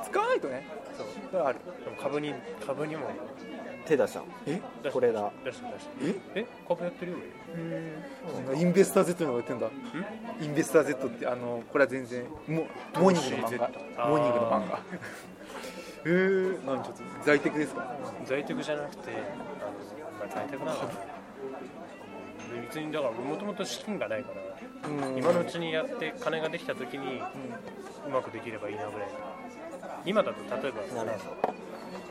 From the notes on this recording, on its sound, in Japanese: 今回も都内某所某ファミレスで収録しています。